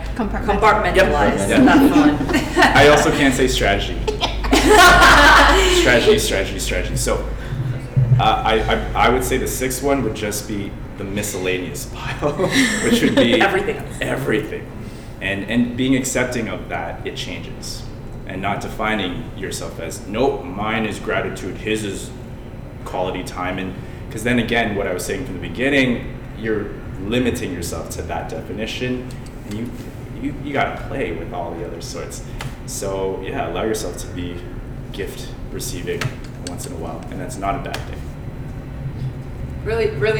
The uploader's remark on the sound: Breakfast Club Live Recording!